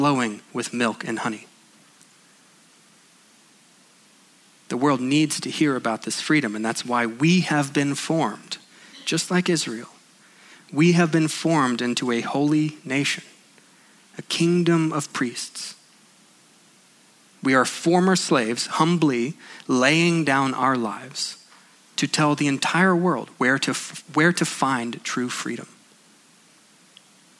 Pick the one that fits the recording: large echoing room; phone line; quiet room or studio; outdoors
large echoing room